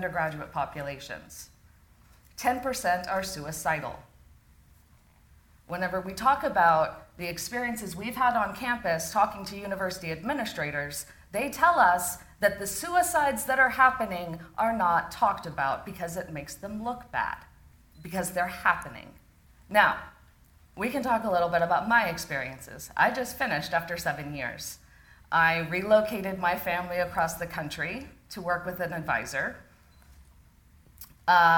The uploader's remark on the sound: This live episode of the podcast was recorded live at THE Campus Live US in Los Angeles back in November.